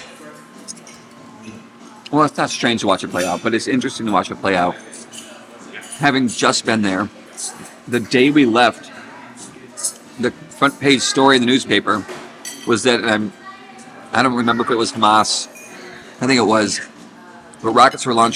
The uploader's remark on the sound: Live from Little Goat Diner, Chicago. They recorded the podcast in a diner.